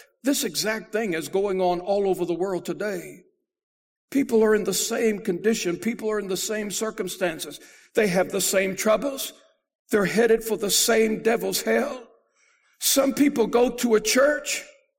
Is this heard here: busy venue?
no